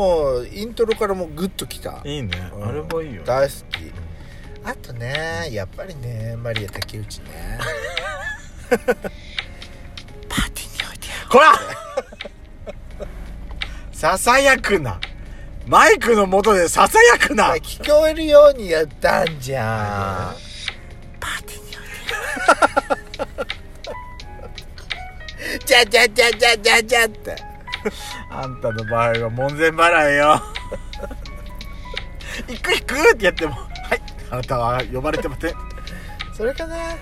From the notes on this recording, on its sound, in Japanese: パーキング収録